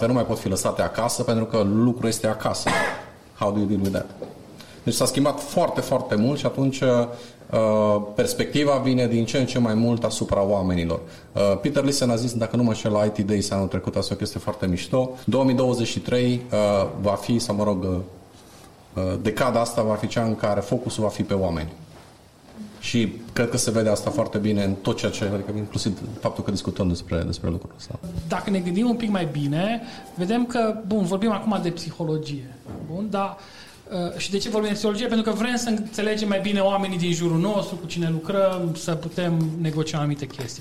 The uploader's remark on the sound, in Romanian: Episodul 26 a fost înregistrat la evenimentul Agile Mammoths Games - Casa de Agile ce a avut loc în Cluj-Napoca la inceputul lunii martie. Pentru episodul de azi am extras un fragment din discutia înregistrată.